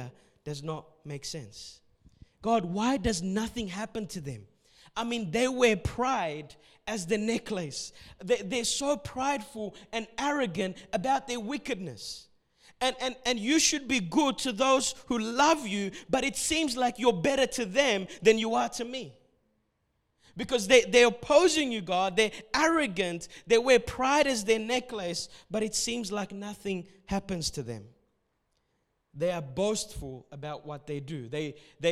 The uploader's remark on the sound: Sunday Service preaching recorded on the 24th of November